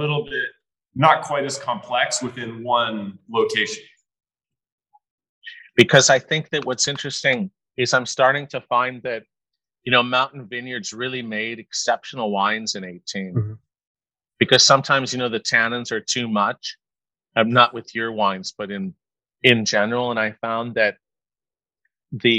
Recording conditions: video call